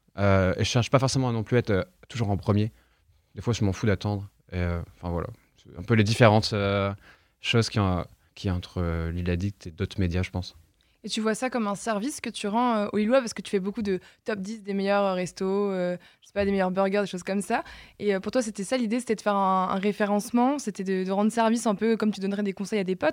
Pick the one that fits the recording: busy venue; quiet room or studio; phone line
quiet room or studio